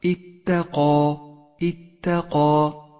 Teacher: ولاحظ ترقيق وتفخيم الحروف، فحرف التاء مرقق في كلمة اتقى، وحرف القاف مفخم والألف مفخمة